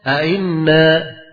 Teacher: Hanya dia ketika membacanya, hamzah yang kedua itu ringan bacaannya. · Term: tashil